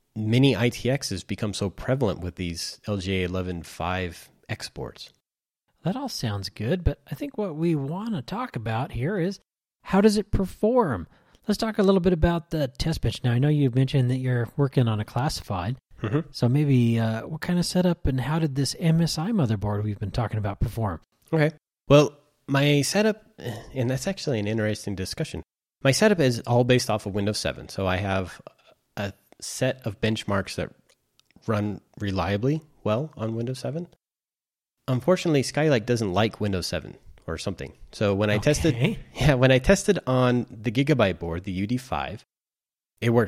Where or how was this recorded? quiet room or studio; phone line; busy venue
quiet room or studio